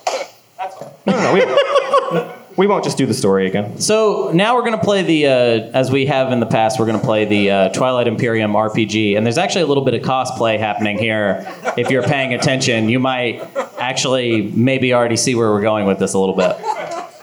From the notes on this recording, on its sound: This was a live recording of the Space Cats Peace Turtles Portland Hootenanny Liveshow at Helium Comedy Club